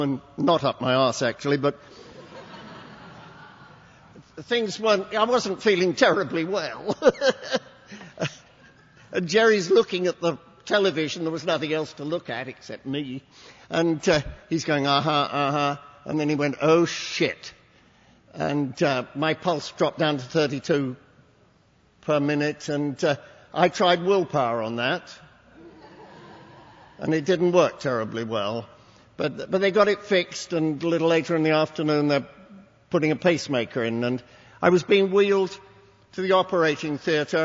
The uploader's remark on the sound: at the Thursday Night Speaker meeting in Las Vegas, this was recorded in August of 2006